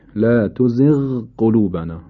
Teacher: غین کاملا باید تلفظ بشه، اظهار بشه و بعد هم قاف